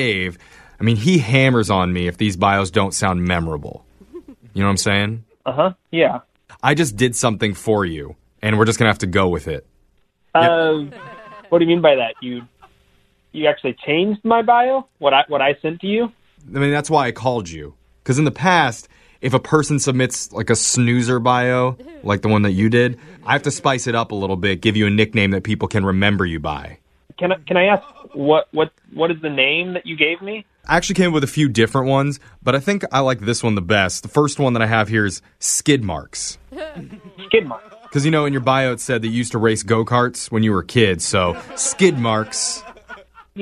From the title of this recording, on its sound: Phone tap